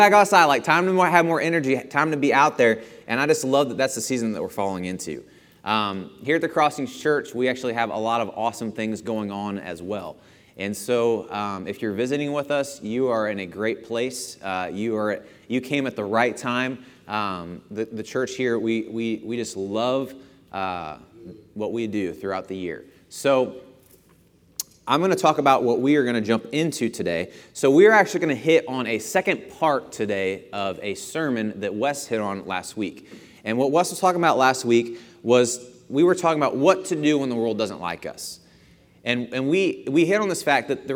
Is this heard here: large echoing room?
yes